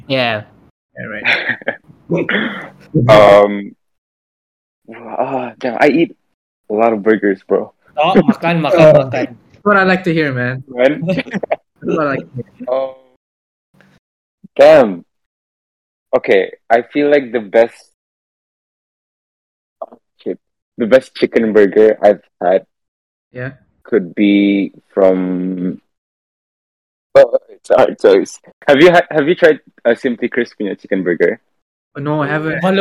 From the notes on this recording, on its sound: We had to rerecord it via our usual way: Discord!